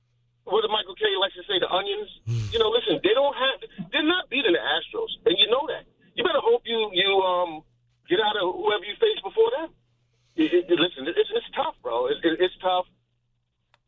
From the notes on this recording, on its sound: fields your phone calls